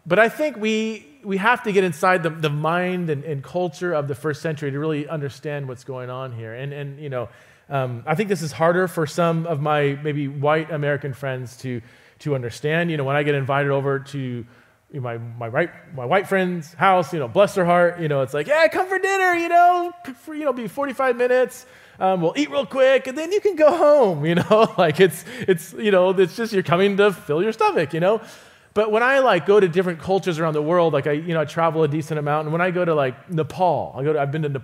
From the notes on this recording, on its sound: visits Resonate Church to teach